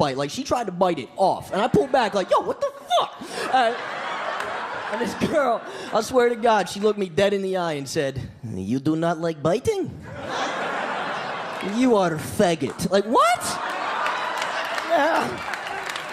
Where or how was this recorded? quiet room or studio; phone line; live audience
live audience